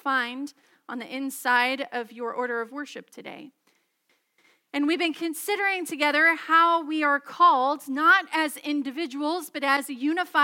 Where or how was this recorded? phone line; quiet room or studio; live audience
live audience